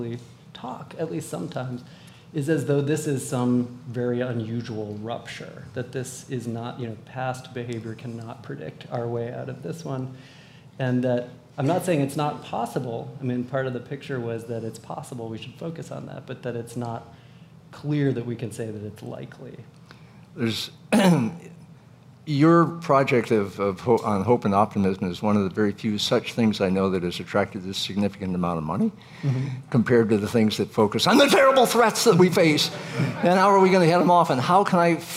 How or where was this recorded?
busy venue